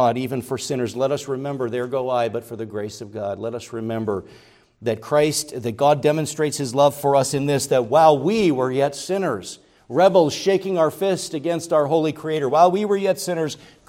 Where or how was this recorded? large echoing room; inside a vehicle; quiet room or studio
large echoing room